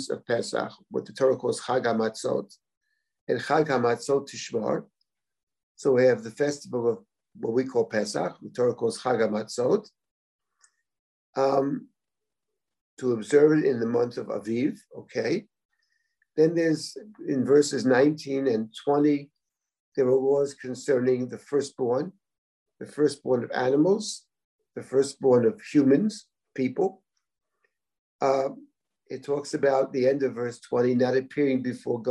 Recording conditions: video call